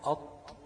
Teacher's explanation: فتلاقي لما تقول قط، طرف اللسان الجزء اللي بيعتمد عليه من الأسنان في خروج الطاء، مش اللثة بقى، بينزل تحت، بيخبط فين؟ في السنان من فوق.